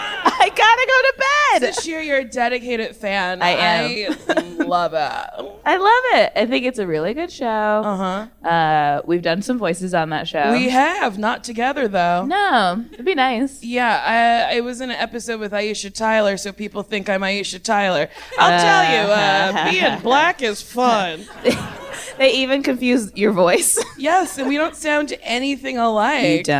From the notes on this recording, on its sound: Recorded LIVE at the 2019 Just For Laughs festival in Montreal.